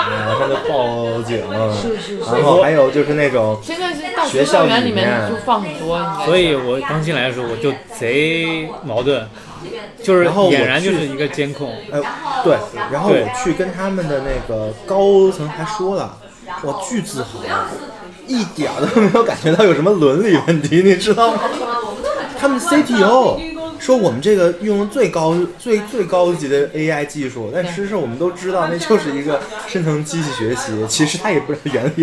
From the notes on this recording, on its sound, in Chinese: 因为对谈场所是在公共空间，所以杂音较多